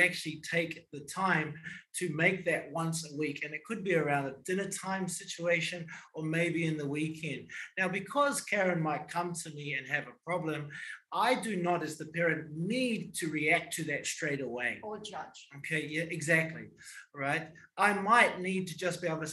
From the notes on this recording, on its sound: The following podcast is the extracted audio from our recent DBIS Wellbeing webinar for Year 7 Parents. Discovery Bay International School.